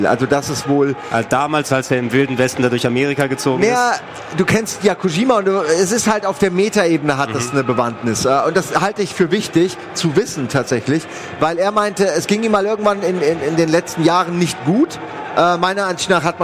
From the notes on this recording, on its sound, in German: Wir sind das erste Mal live! Von der Rocket Beans-Bühne in Halle 7.